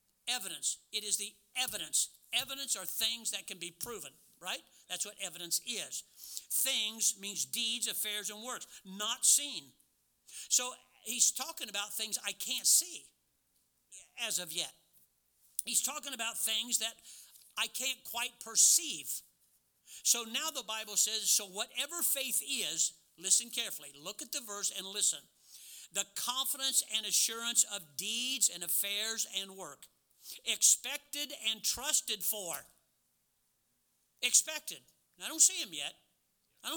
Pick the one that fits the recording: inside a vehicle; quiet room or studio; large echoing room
large echoing room